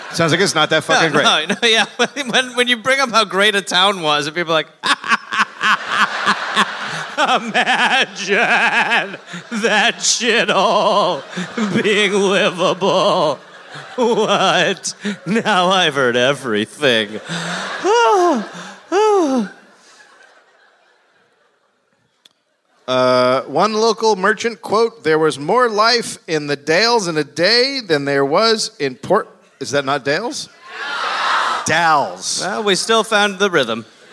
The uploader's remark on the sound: Live in Portland